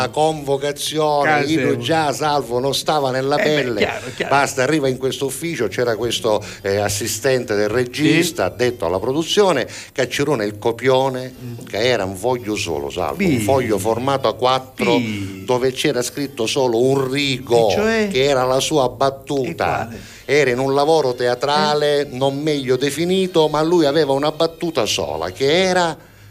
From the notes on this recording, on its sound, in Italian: Live da Allakatalla